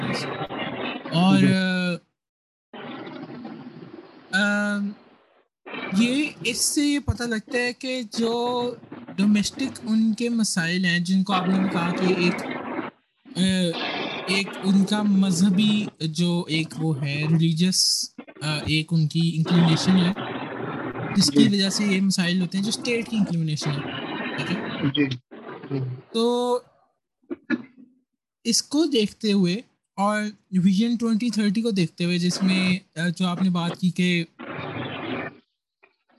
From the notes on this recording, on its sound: I apologize in advance for the background noise in this episode. I tried to resolve the issue but I know it still persists.